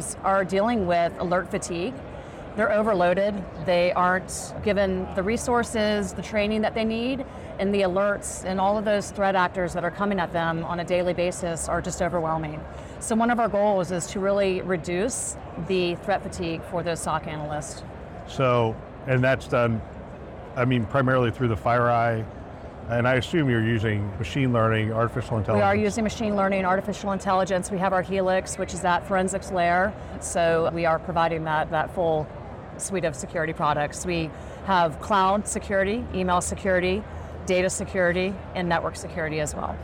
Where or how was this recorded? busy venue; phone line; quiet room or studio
busy venue